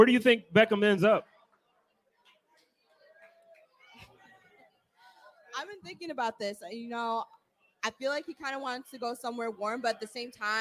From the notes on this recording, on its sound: Live at Resurgence Brewery. Live from Resurgence Brewing Company!!